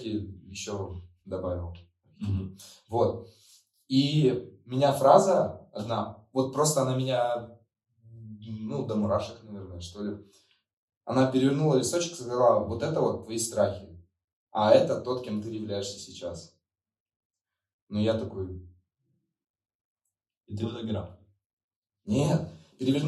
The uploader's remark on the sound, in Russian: В этом подкасте есть небольшие проблемы со звуков